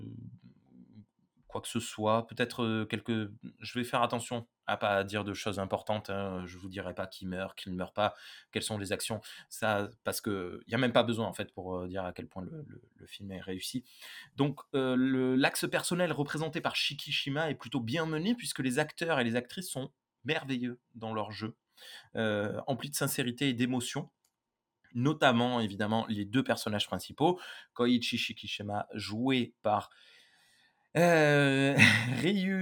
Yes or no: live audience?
no